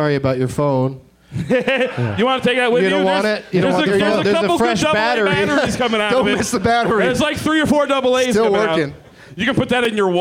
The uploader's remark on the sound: Live from Austin's Fantastic Fest